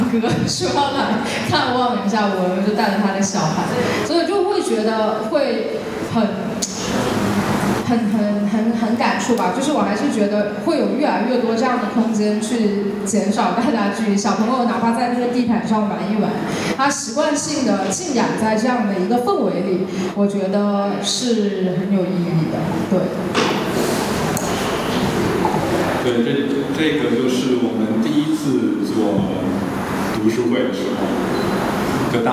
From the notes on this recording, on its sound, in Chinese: 本期是「园游会」展览的开幕分享会录音